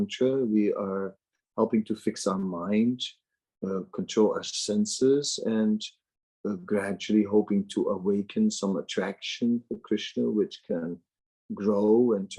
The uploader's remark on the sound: Zoom Meeting